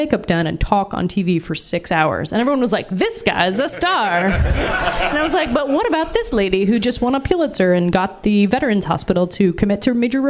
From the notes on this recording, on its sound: First-time live guest. Joined us in The Brass Monkey in New York’s Meatpacking District.